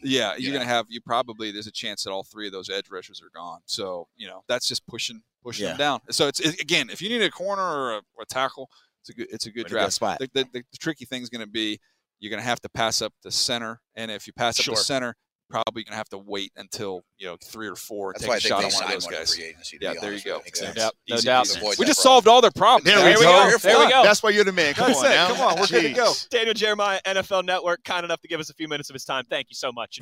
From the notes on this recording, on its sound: HR3: The Blitz LIVE from the NFL Combine.